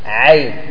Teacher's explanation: لأن الياء هذه ليست مدية، وإنما هي ماذا؟ لين، يا لين بسبب فتح العين